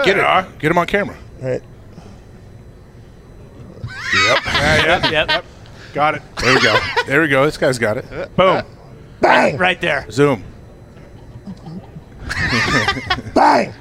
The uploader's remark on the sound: LIVE From Radio Row In LA. Live from radio row in Los Angeles.